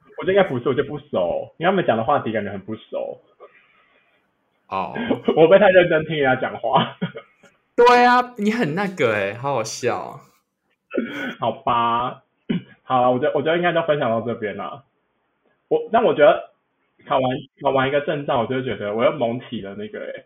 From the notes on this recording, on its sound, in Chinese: 這集音質不知道出了什麼技術性的問題所以有夠爛